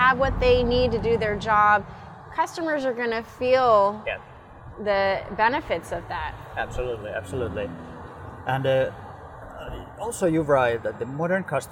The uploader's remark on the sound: Recorded outside.